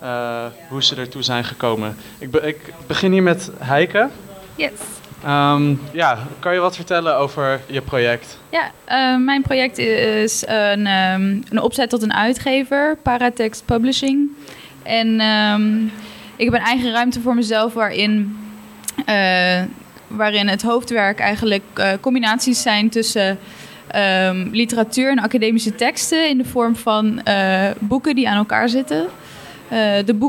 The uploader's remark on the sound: recorded during the Artez Academy of the Arts Finals 2019